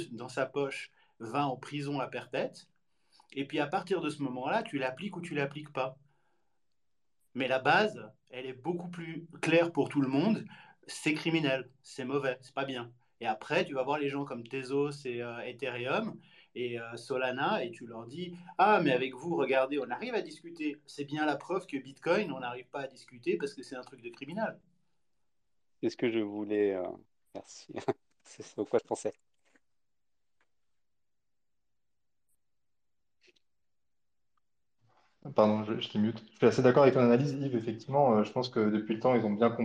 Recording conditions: video call